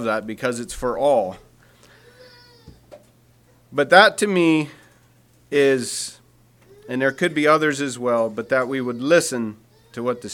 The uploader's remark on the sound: Message preached at Word Of Hope Sunday Aug 27, 2023